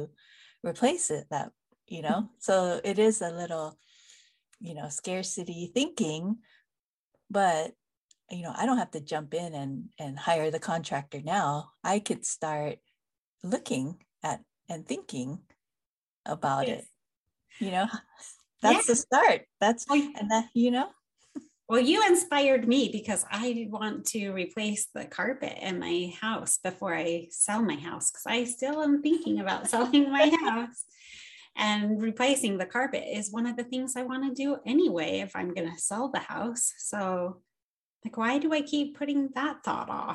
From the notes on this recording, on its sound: This episode is over Zoom again.